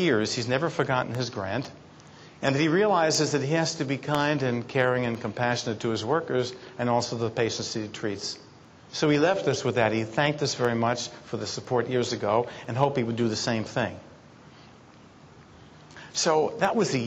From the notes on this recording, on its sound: Audio podcast from the 8th Annual SDPA Dermatology Symposium in San Francisco.